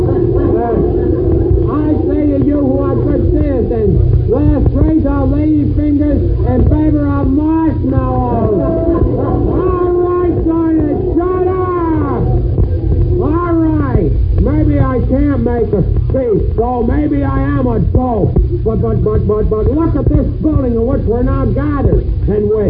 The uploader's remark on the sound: Audio is poor and muffled.